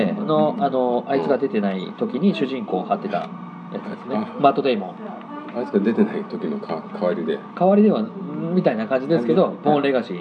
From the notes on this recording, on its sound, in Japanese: 居酒屋にて、記憶が薄くなる前にと感想を収録したんで。いつもより収録の機材も環境も良くないので音質があれですが。